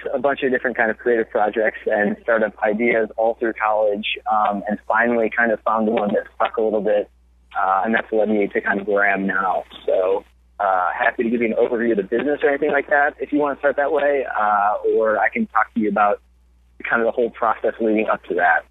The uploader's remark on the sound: joined us this episode via phone